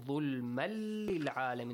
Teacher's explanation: There is no tanween sound. Merge it with lam.